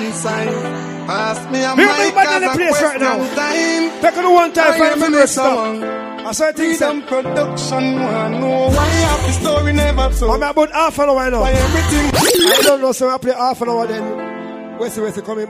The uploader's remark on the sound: Live from Cash Money Thursday Portmore Jamaica